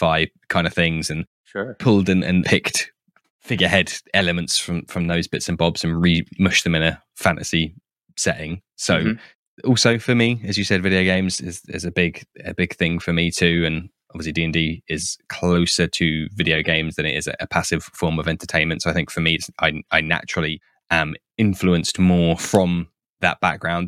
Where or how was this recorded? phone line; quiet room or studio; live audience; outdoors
quiet room or studio